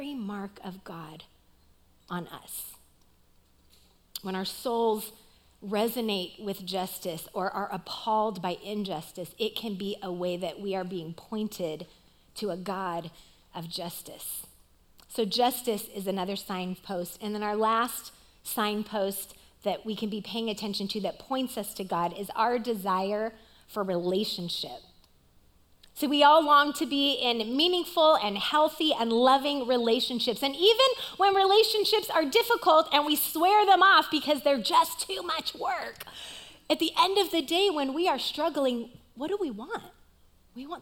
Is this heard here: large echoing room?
yes